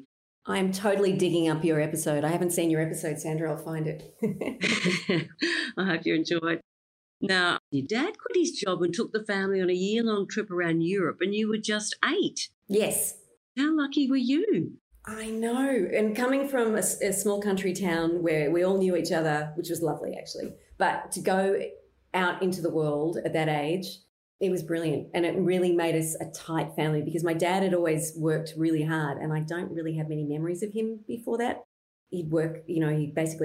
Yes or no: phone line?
no